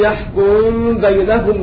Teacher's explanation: ومعنى هذا أن الميم تخفى تسكن أولا ثم تخفى في الباء، مثال ذلك فالله يحكم بينهم يوم القيامة الذي علم بالقلم والله أعلم بالشاكرين، فتخفى الميم في الباء بعد إسكانها وتكون عندئذ من الأخفاء الشفوي